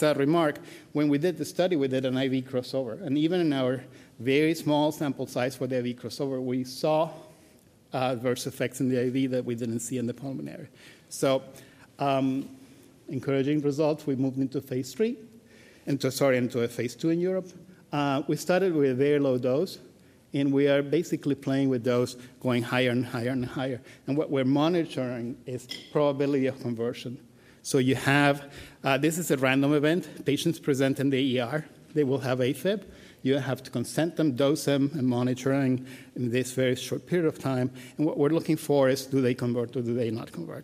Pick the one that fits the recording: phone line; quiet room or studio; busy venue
busy venue